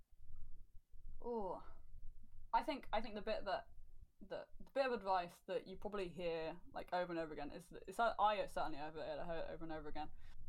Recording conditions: poor sound quality